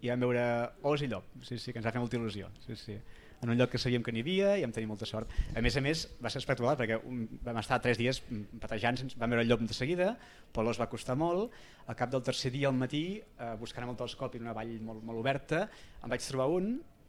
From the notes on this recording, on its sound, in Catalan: En directe des de Delta Birding Festival. El Delta Birding Festival és un esdeveniment d’ornitologia que es fa cada any al Delta de l’Ebre.